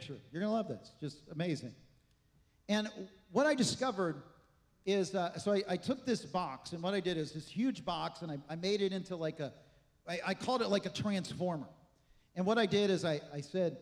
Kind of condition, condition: setting, large echoing room